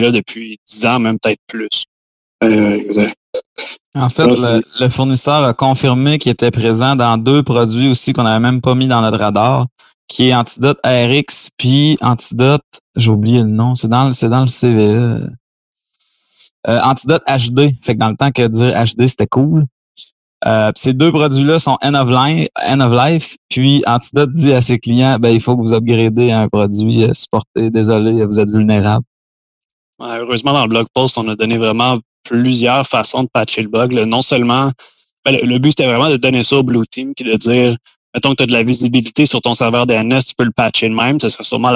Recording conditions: video call